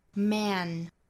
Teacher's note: 梅花 a 在美音之中发 a，后面加了鼻音呢拖得很长发 an。如果我发得非常慢的话，我们甚至可以听到在梅花 a 的后面有一个小刷音，就是 an。所以这个音在美音之中很明显的音就是一个 an 的发音 man。